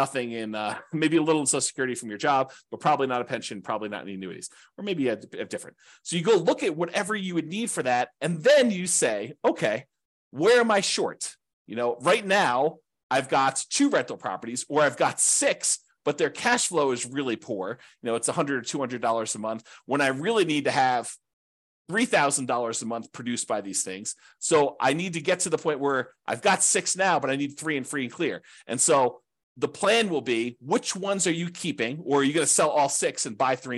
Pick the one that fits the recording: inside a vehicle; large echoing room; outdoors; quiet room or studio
quiet room or studio